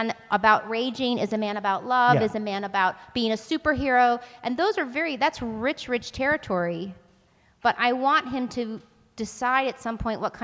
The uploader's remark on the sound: LIVE From The Austin Film Festival. David's Episcopal Church at the 2021 Austin Film Festival for our very first live, in-person show.